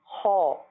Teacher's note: اس کے لیے ہونٹوں کو گول کرنا ضروری بھی نہیں ہے، بلکہ اس کی اجازت ہی نہیں ہے